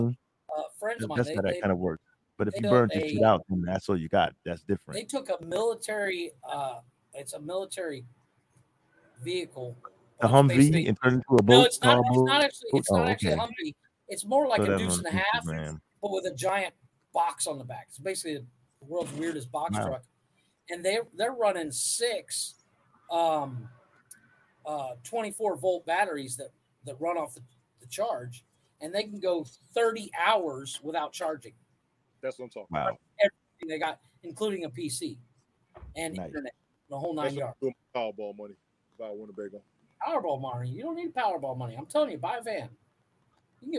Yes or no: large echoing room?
no